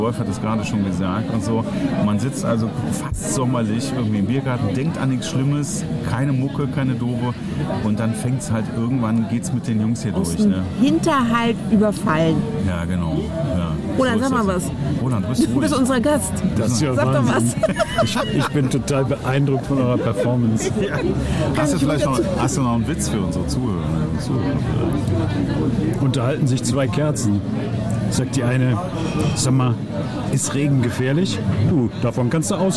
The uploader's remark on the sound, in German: On the road mit Gewinnertypen. Live und in Farbe in Köln-Kalk unterwegs.